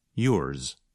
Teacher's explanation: the sound of Z is not as strong or as long as in a word like zero. Instead, it's more like a Z with a little S at the end. Yours. Now listen to these five possessive pronouns.